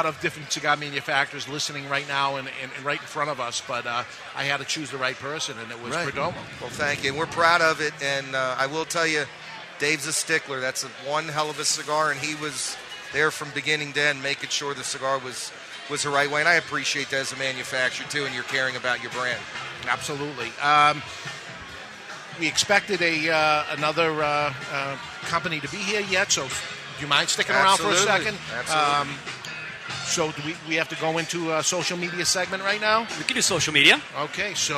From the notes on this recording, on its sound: We're live at the Rocky Mountain Cigar Festival 2013